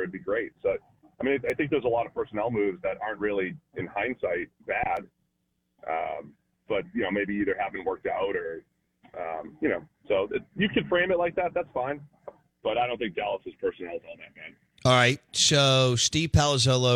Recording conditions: phone line